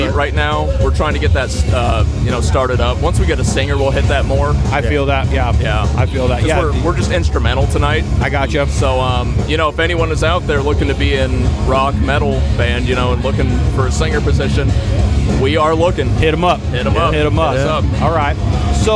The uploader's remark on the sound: Live from Rally in the Alley at Born Free Cycles